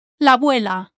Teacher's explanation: those two vowels can be said as if they were just one.